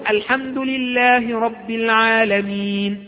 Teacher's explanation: ده قصر أعطيته حركتين، الحمد لله رب العالمين، ده توسط أعطيته أربعة حركات، الحمد لله رب العالمين، هذا ستة حركات يعني إشباع.